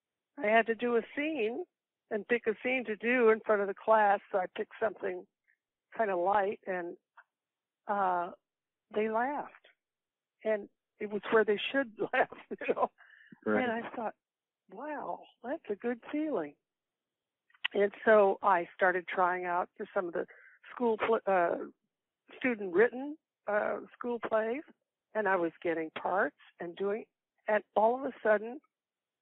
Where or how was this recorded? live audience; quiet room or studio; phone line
phone line